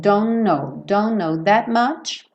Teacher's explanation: o T não vai ser pronunciado, nem o K do no, porque o K do no é mudo, então você junta um N no outro